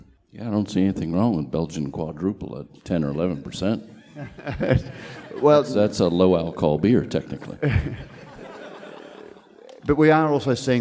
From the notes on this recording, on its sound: This panel discussion was recorded as the recent Western Australian Brewing Conference in Perth. Brews News was able to attend to host and record these panels.